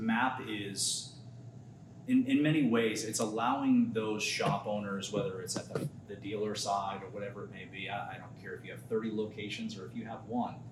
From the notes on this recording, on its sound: at the AMRA (Automotive Maintenance and Repair Association) MAP (Motor Assurance Program) January 2024 conference.